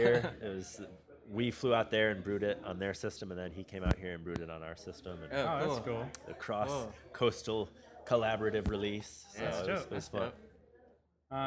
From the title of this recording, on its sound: Live! From Eagle Rock Brewery